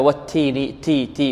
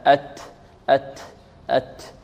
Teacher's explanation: بعض الطلاب يعدمون الهمس في التاء، والتاء مهموسة دائما سواء كانت متحركة أو ساكنة، إلا أن الهمس في التاء الساكنة أوضح